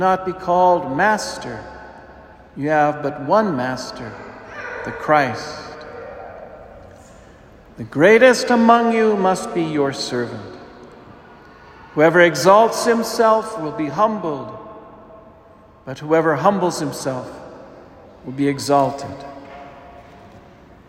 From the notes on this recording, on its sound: A cheery apology for the interruption at the beginning of the homily when a small child wandered into the sanctuary, attracted by the beautiful statuary in the retablo of the church! Homily delivered to the Saint Francis Catholic Community of Cuenca, Ecuador.